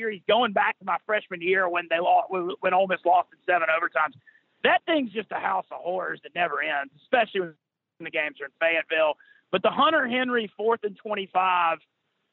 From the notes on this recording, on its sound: joins on the Modern Woodmen phone line